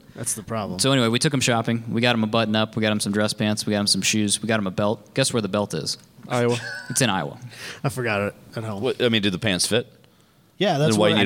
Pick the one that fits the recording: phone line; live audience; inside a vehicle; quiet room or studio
live audience